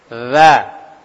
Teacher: ujung lidah ini nempel ke gigi seri atas · Term: huruf zal